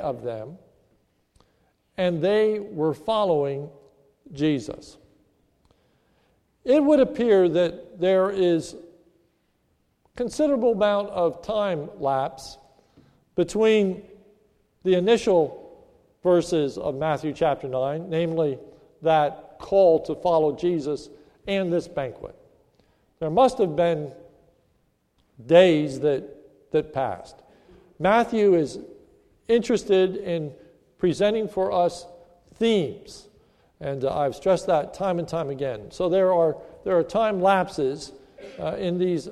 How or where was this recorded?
large echoing room